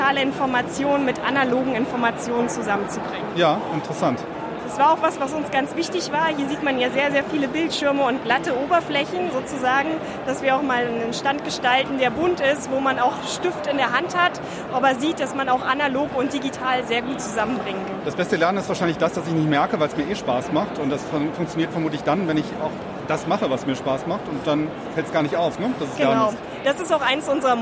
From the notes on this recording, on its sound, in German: waren auf der Learntec in Karlsruhe und haben neben eigenen Eindrücken auch live einige Stimmen von Ausstellern eingefangen.